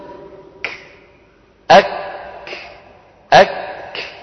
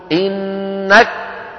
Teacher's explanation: الشدة أولا فالهمس عند نطقنا لكل كاف أو تاء · Shown in: first take · ويكون هذا أوضح ما يكون في الكاف والتاء الساكنتين، في الكاف والتاء الساكنتين.